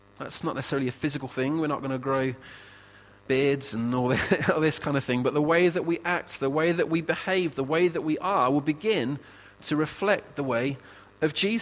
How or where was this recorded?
large echoing room